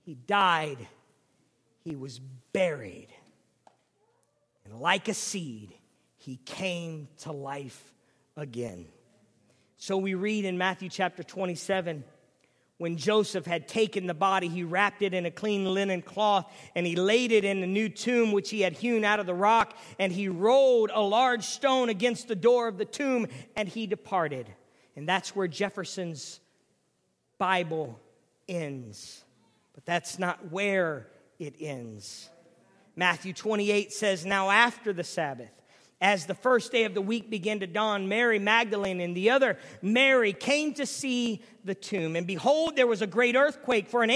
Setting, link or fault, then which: setting, large echoing room